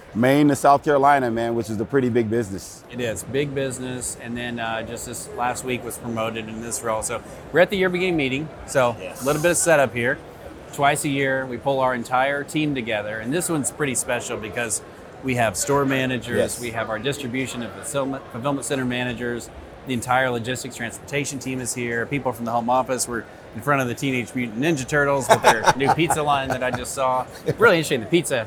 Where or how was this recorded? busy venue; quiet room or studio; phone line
busy venue